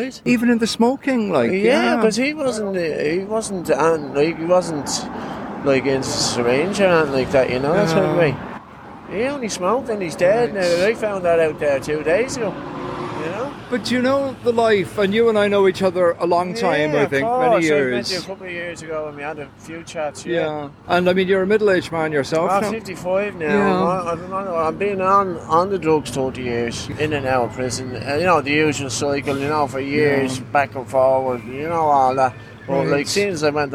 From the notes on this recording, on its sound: Addicts outside Trinity Court drug clinic in Dublin.